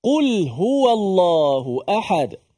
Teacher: dan lam yang mati itu jangan dihidupkan kembali ataupun dikol-kolah